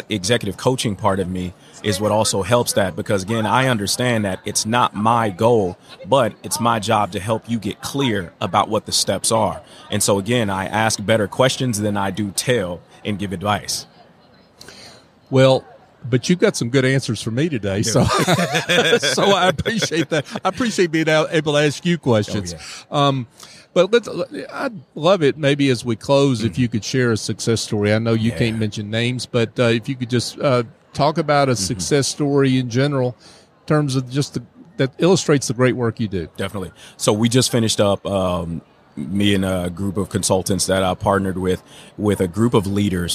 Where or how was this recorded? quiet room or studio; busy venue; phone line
busy venue